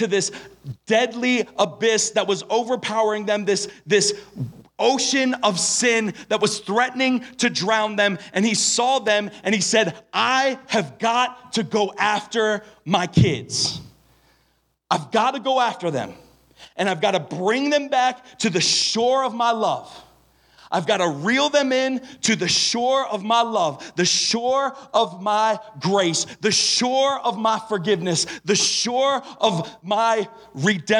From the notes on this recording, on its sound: Evening speaker recordings at our Frontier Town teen summer camp services.